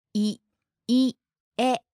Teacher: the accent, it goes up on the second syllable.